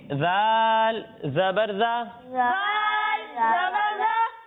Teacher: زال میں سیٹی کی آواز نہیں آئے گی، اور زا میں سیٹی کی آواز آئے گی.